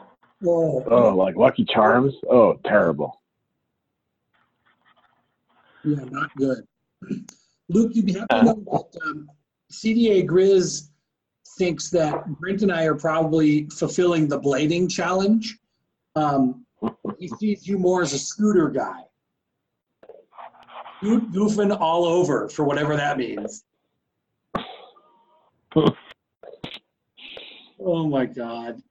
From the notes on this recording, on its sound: The guys are back together and properly socially distanced by way of a zoom conference call.